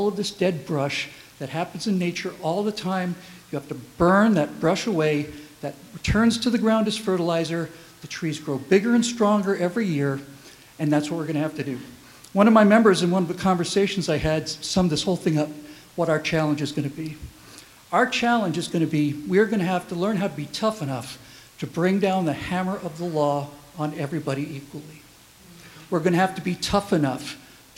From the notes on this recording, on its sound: Give the keynote speech at the Holiday Dinner for the American Freedom Alliance. Unscripted speech.